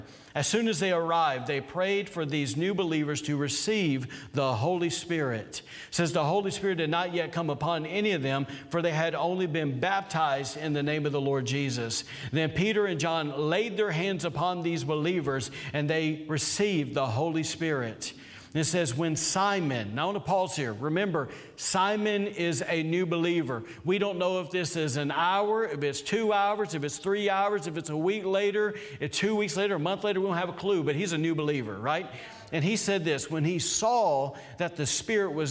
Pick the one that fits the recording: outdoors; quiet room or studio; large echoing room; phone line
large echoing room